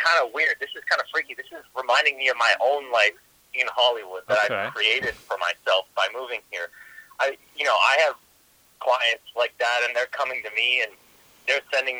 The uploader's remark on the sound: Get on the phone.